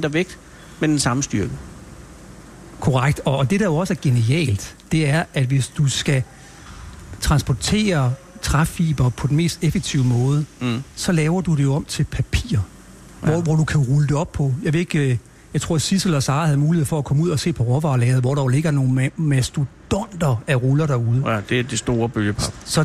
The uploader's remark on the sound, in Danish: Live fra bølgepapfabrikken. På papfabrikken DS Smith i Grenaa.